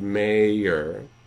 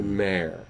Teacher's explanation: takes that diphthong situation or two-syllable situation of mayor and smooths it to mare · Shown in: second take